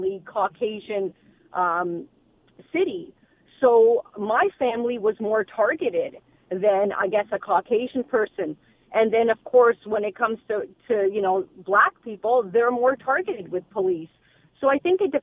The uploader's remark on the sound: opens the phone lines to get your thoughts and opinions.